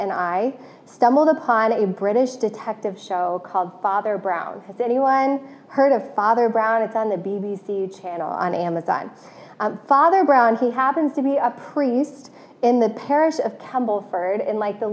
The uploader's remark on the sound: This message was originally preached to CityChurch in downtown Iowa City on February 13, 2022.